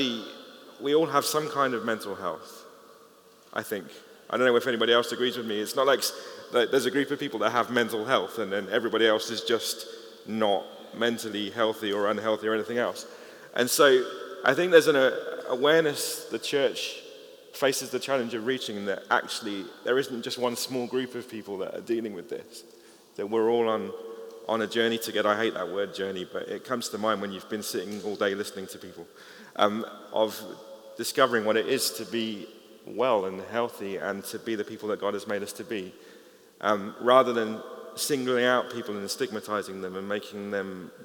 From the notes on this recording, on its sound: The closing panel from the launch of the Mental Health Access Pack - Phase 2